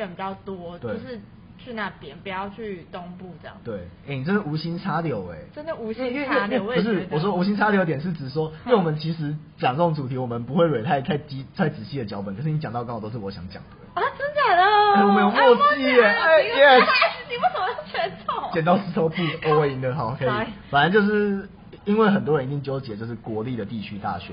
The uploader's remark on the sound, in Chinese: 因為錄音地點附近是校園所以會有鐘聲XDD還請大家多多見諒。因為是頻道草創時期，所以有雜音或是音質上的問題還請大家見諒。